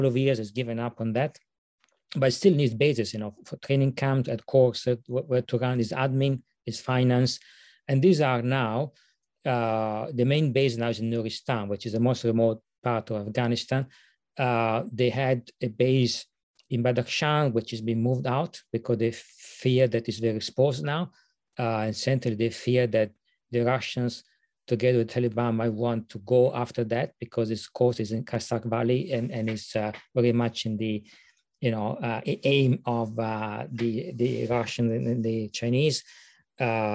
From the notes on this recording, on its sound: This public talk was conducted online via Zoom.